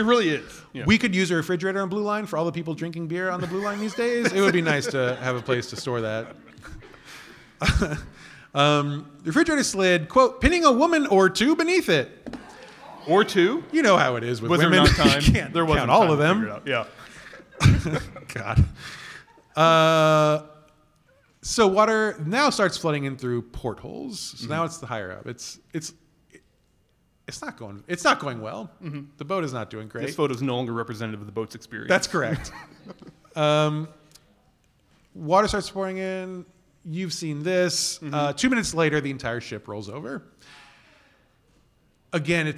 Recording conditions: live audience